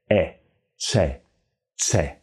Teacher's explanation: Then we have a clear, open e, e, che, che.